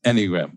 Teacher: So accent on the first syllable.